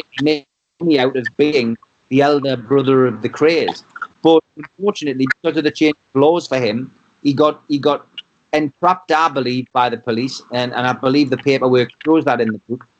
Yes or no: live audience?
no